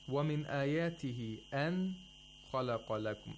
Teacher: the مَدُّ الْمُنْفَصِلِ are lengthened to four vowel counts